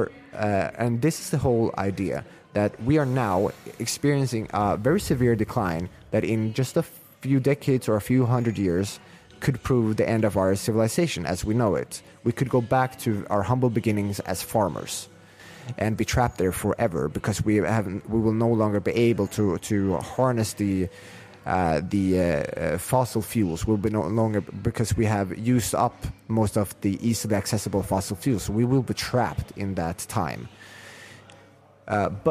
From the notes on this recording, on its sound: We sat down in Prague in between sessions and socials at BTC Prague